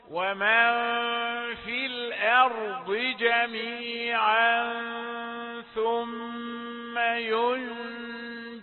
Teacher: همزة رقيقة وتلاها راء مفخمة وضاد مفخمة لا يؤثران فيها